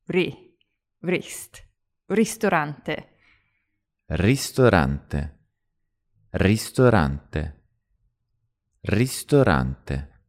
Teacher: In Italian, it's not rest, it's rist, with an I